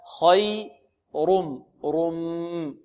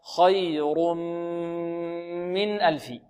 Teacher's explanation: التنوين يصير ميما بإدغام في الميم، ينقلب ميم ويدغم في الميم · Term: إدغام بغنة